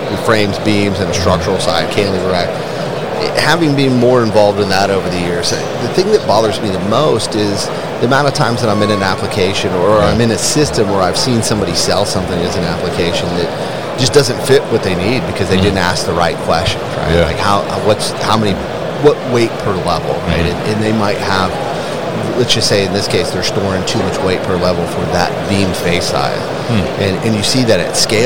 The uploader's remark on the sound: Baker Industrial at MODEX 2022